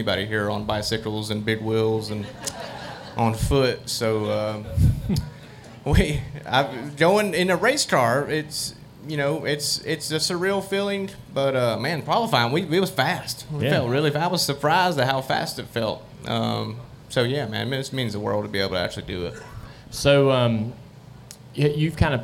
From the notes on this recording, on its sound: Wednesday Q&A Session Live at North Wilkesboro. We have a special bonus episode live from North Wilkesboro Speedway.